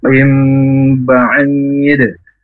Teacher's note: Kalau tanwin atau nun sukun bertemu dengan huruf ba, itu bacaan iqlab. Itu mengganti suara nun sukun atau tanwin menjadi mim dan berdengung.